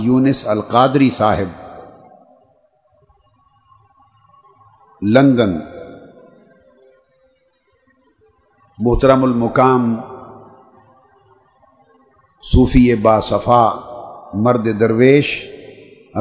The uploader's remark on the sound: This speech delivered on the occasion of Laila-tul-Qadr at Itikaf City. This speech delivered at Itikaf City Lahore (itikaf2008).